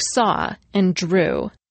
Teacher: These words don't end with diphthongs. They end in the vowels aw and oo. By the same reasoning we've already been using, it's best not to call W a vowel or a consonant, but just to say that the letter combination aw represents the vowel aw, and the combination ew represents oo.